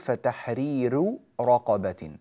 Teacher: الراء هنا مرققة لأنها مضمومة وقبلها ياء ساكنة، ياء مادية ساكنة، فنقول فتحرير رقبة.